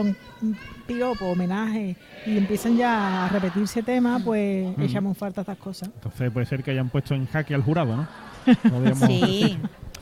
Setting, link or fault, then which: setting, live audience